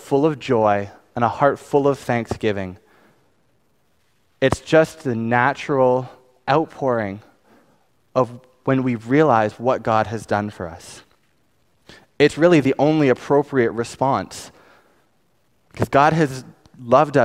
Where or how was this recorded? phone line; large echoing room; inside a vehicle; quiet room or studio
large echoing room